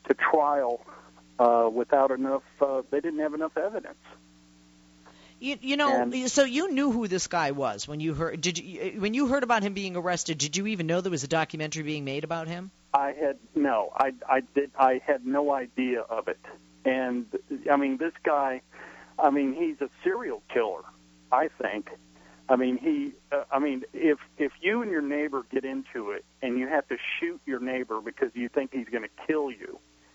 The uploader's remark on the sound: During open phones. Callers joined the conversation.